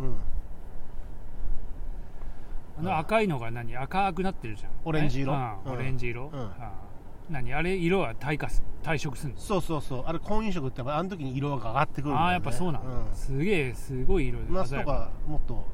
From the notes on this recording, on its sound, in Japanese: いつもの水辺で収録です